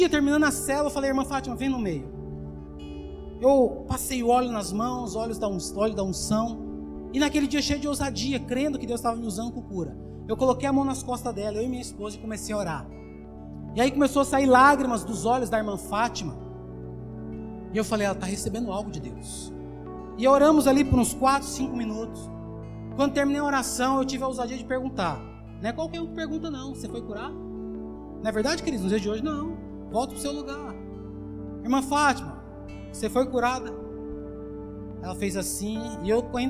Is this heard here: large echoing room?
yes